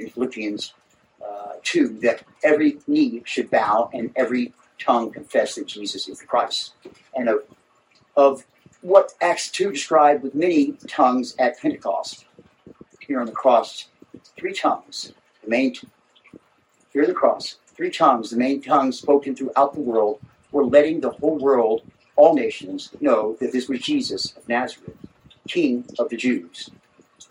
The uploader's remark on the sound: Please enjoy this recording of our entire Good Friday Service.